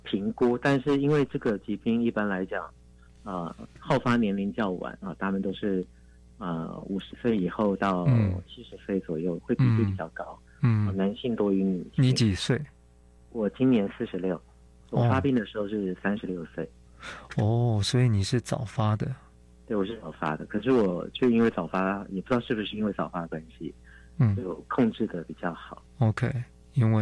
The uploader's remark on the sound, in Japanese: 電話訪問